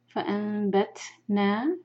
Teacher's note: نا کو دو حرکہ کھینچیں گے مادہ طبعی ہے